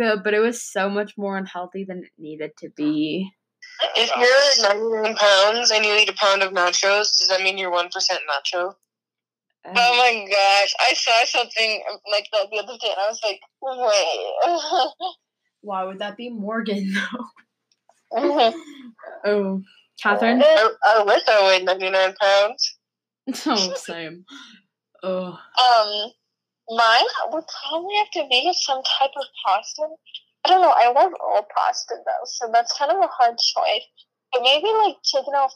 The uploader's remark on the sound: We are still social distancing so we are calling sorry if the audio is crappy!!